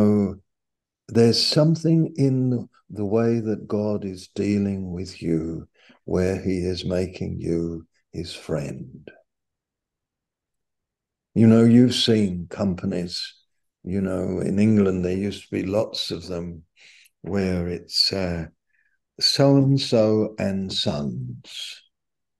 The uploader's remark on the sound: Malaysia Meets (Zoom).